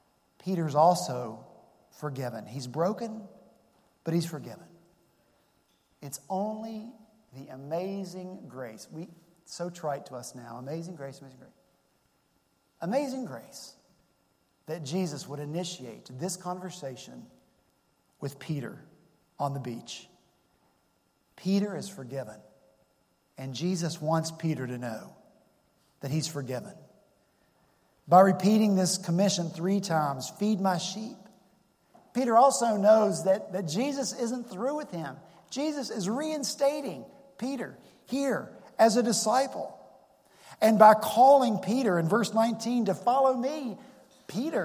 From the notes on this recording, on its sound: at Redeemer Presbyterian Church in Charleston, SC